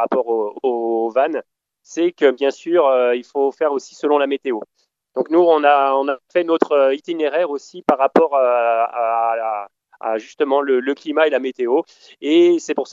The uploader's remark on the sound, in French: J'ai eu la chance d'avoir par téléphone